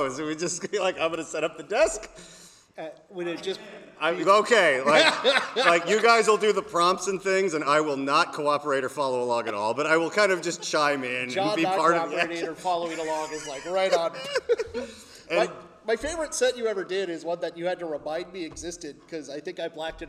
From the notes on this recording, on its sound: We recorded this in a live theater